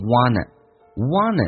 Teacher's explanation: He wanted to know what lay beyond the Rocky Mountains.第一个听力的难点就是 wanted. Wanted 这个单词在美式发音当中 NT 组合 T 是可以不用发，所以它就说成 wanted.